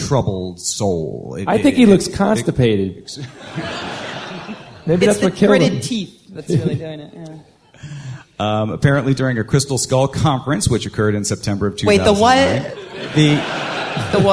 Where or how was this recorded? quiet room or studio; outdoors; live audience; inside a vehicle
live audience